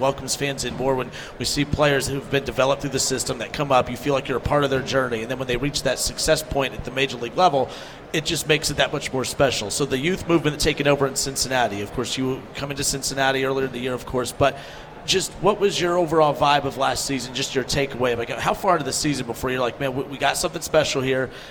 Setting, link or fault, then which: setting, busy venue